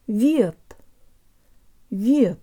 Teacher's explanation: the v has a y sound built into it